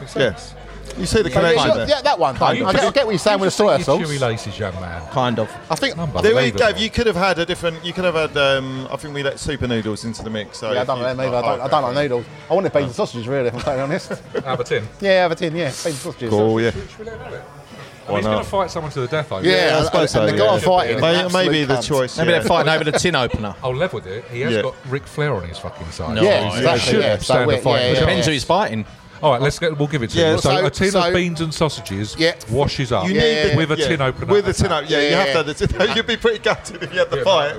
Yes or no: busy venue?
yes